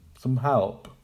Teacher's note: Some, some is an embedded schwa sound. It's not a stressed word. We don't say some, some, but some help.